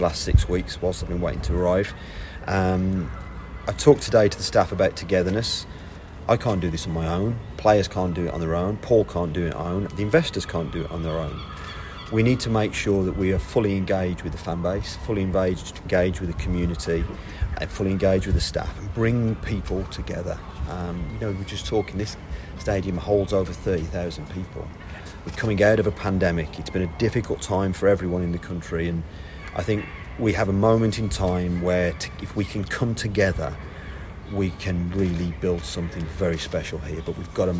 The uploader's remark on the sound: Full audio of the first press conference